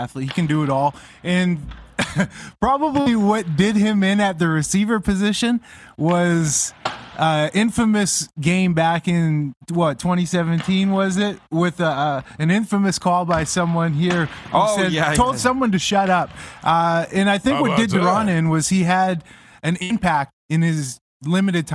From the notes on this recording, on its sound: We are LIVE from inside Rogers Place in Edmonton, Alberta. Site of the 2022 World Junior (2.0) championships!